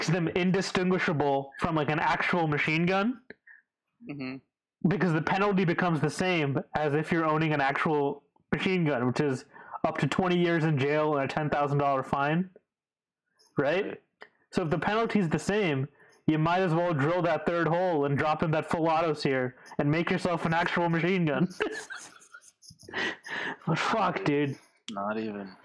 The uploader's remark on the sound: PLEASE SKIP, BAD AUDIO. We're really sorry about the shitty audio. Discord wouldn't let us use the audio interfaces and Shure mics we had for some reason (probably a driver issue) so we were stuck using less than ideal airpods.